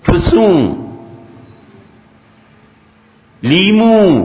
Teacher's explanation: جب یہاں سے ناک کے اوپر کے حصے سے آواز نکلے فسوں لیمو، ناک کے اوپر سے آواز نکلتی ہے نا، یہ نون غنہ کہلاتا ہے